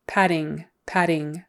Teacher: that G on the end of the ing is not usually pronounced. In certain areas of the country, it might be, but typically don't pronounce the G on the ing.